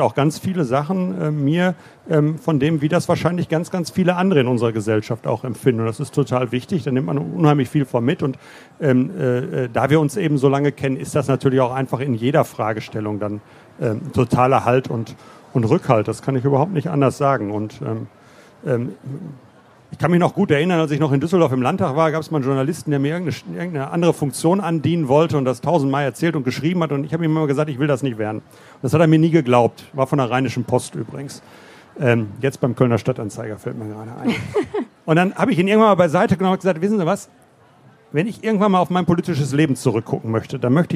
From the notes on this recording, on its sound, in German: Live vom ZFR.